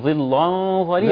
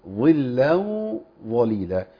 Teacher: أبتدي أنتقل للتفخيم بعد ترقيق اللام · Shown in: second take